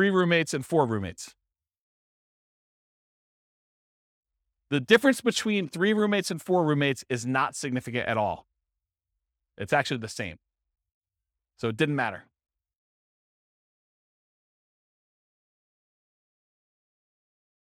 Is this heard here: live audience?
yes